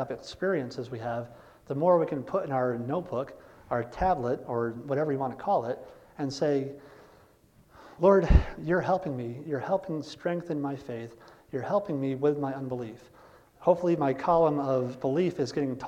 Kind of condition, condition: setting, large echoing room